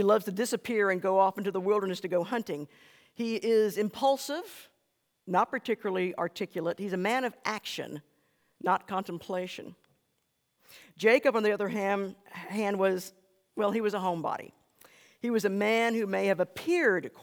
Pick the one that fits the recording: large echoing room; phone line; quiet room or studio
large echoing room